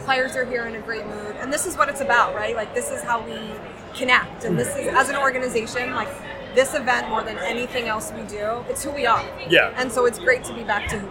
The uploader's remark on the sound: BSH Radio Special: Live from the Flyers Charities Carnival!